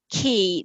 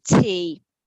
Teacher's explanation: something called fronting, which is where the sounds at the back of the throat they make at the front. · Shown in: second take